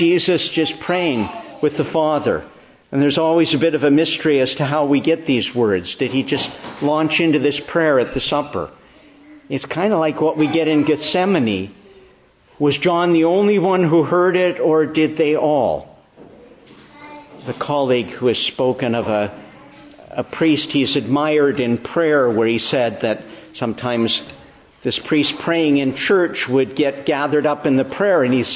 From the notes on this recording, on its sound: Preached in the Annunciation of the Blessed Virgin Mary, Ottawa, on the 7th Sunday of Easter/Sunday after the Ascension.